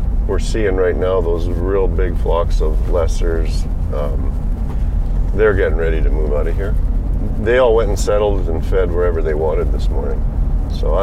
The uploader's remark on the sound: The best scenario would be to jump in the Ford truck and record the podcast while we scout, and that’s what we did!